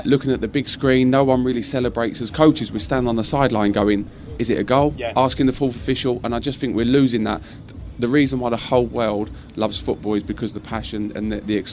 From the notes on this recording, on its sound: From our original home, Barasti